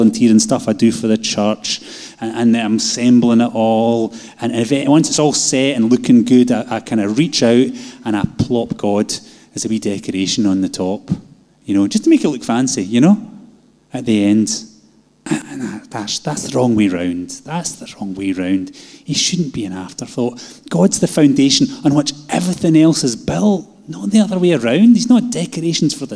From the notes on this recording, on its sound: Live from our Sunday gathering.